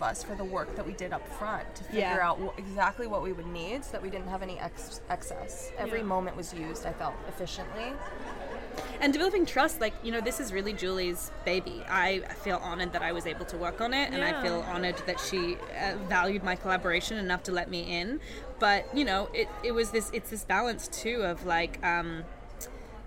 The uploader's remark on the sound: We are live, on-location at the TCL Chinese Theatre for the 19th annual Oscar Qualifying HollyShorts Film Festival. HollyShorts LIVE. We are live, on-location at the TCL Chinese Theatre for the 19th annual Oscar Qualifying HollyShorts Film Festival , as the official podcast partner.